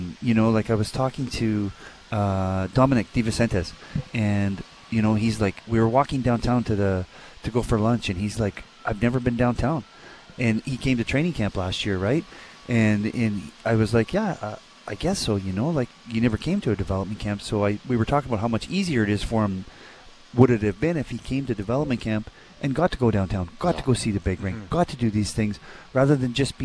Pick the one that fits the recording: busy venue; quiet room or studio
busy venue